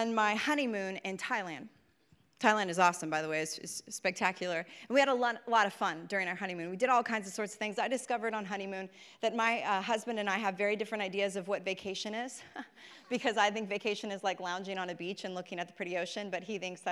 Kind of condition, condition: setting, large echoing room